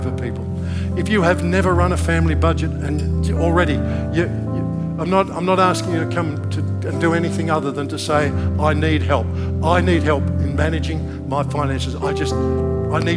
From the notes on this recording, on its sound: This message was originally recorded at NEUMA Melbourne City location, on Sunday, 9th July 2023, at the 11:30 AM service.